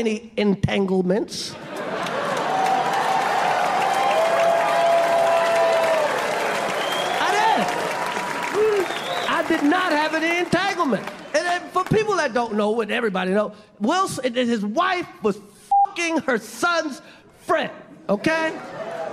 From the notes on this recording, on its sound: live stand up on Netflix